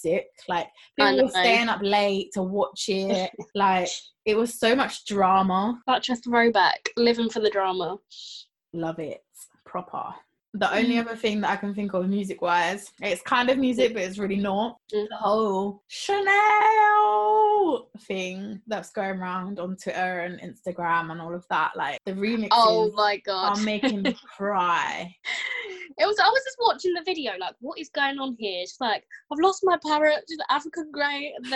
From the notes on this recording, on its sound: We are still practicing social distancing so if the audio isn’t the best, we can only apologise.